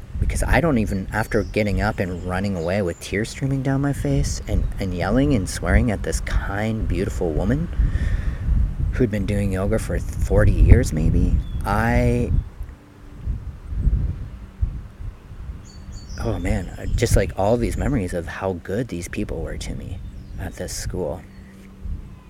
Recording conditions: outdoors